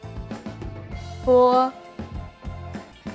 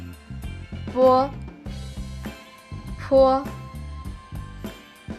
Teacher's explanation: Es la única consonante de pinyin en la que se requiere tocar el labio inferior con los dientes superiores para lograr la pronunciación. Pero ojo, los dientes solo rozan el labio inferior y se necesita controlar el aire que sale.